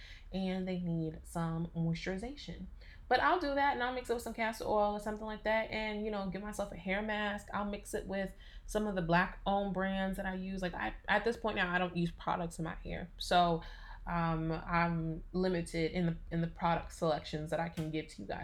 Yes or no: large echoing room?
no